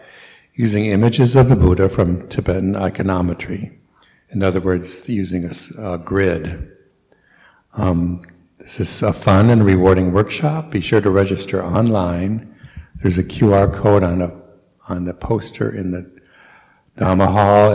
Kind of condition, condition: setting, large echoing room